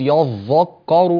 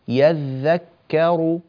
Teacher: لا لا تقول يذكر، هكذا فخمت الحروف، يذكر رقق الحروف الياء والذال والكاف مرققة بهدوء · Shown in: second take